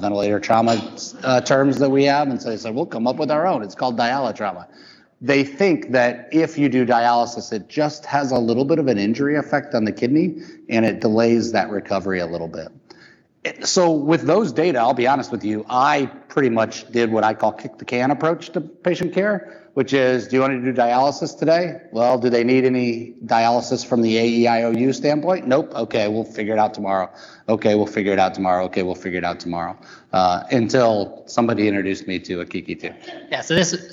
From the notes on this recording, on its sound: LIVE SHOW: AKIKI2 live from ACNP/PA Critical Care Bootcamp. Thank you so much to the organizers of the ACNP/PA Critical Care Bootcamp who invited us to do a live episode of the show!